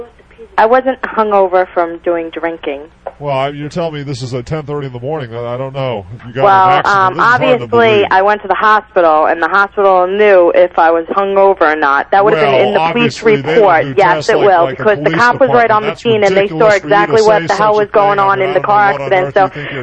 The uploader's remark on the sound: Prank Phone Calls